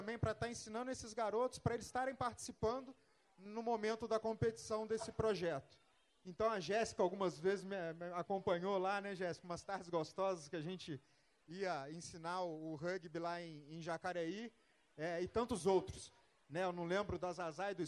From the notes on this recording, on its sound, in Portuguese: Foi gravado durante a abertura da exposição “Vale do Rugby”, no SESC de São José dos Campos.